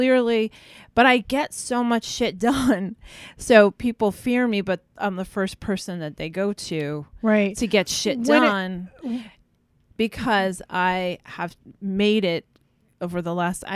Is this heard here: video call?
no